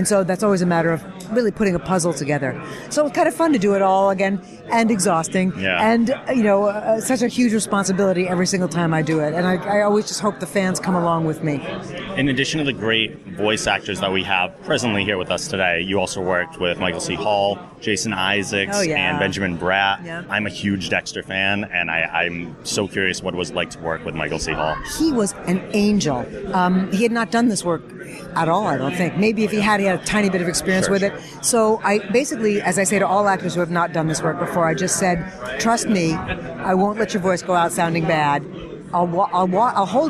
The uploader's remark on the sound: SDCC 2015 Interviews